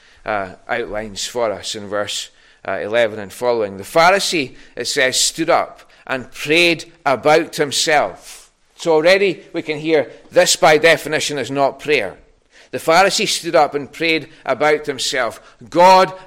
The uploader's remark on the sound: recorded at North Harris Free Church on Sunday morning 23rd January 2022.